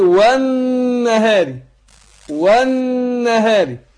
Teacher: يبقى ادغمنا لام ال في النون